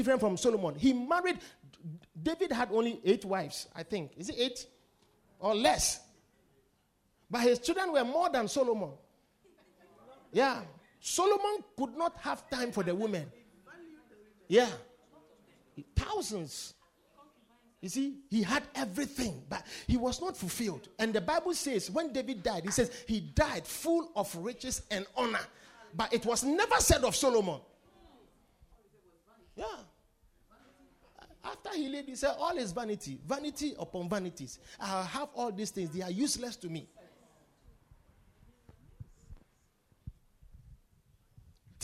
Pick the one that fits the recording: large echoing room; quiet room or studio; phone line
large echoing room